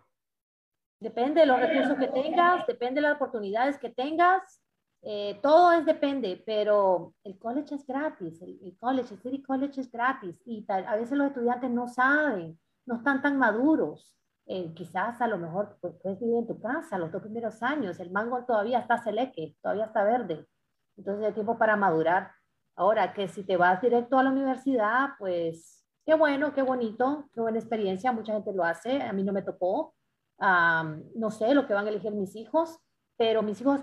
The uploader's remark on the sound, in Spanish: por Zoom y Facebook en vivo